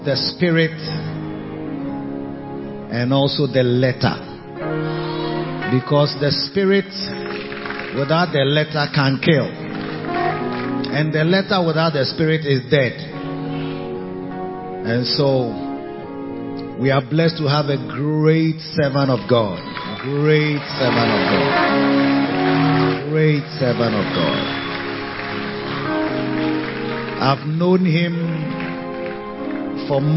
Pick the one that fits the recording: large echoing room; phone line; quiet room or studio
large echoing room